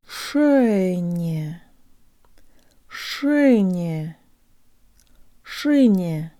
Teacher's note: The tongue rises at the end of this syllable to prepare for the soft N, which sounds like it has a Y built into it, and the last Y sounds like a schwa.